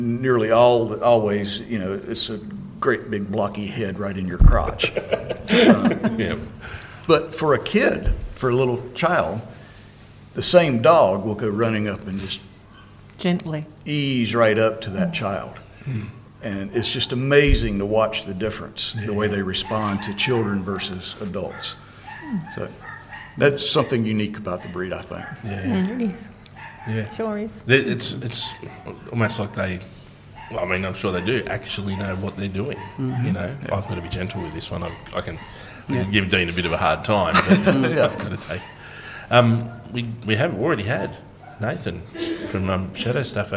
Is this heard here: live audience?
yes